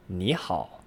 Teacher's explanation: It's pronounced 你好, as if it were that second tone, and then the third tone. · Term: double third tone exception